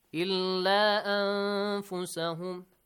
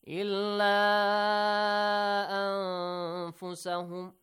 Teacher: No stretching. Only two counts, okay? · Shown in: first take